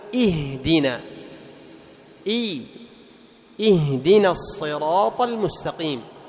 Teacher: أتم الكسرة في الهمزة لأن بعدها حرف خفي وهو الهاء حتى لا يخفى الكسر · Term: إتمام كسر الهمزة